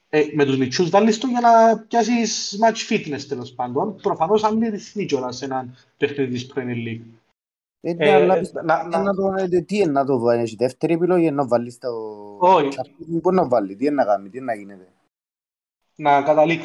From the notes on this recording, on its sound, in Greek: Live συζήτηση στο discord του FPL Cyprus